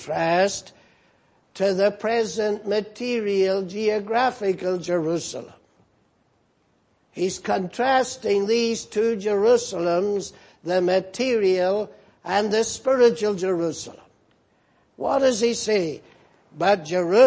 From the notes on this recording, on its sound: Preached in Grafton. At the Lord's Day Morning service on 29th July, 2018.